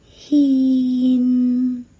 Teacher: 应该是 hin，很容易发成 he，没了后面的 in，现出。hin 出。第十四个是真爱的真，应该是真，很容易发成扎或者是扎，是完全另外一个字了。扎是一个鼻唇音，很容易发生这些错误，应该是真爱，不是